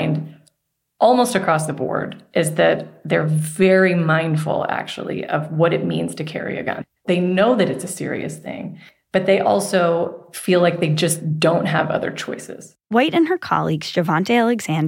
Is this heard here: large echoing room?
no